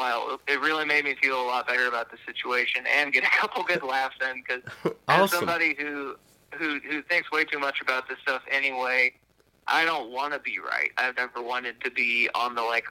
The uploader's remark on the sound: burnt the phone lines out to the Ozarks